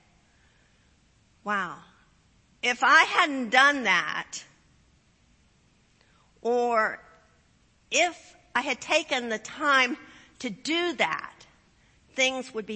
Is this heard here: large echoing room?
yes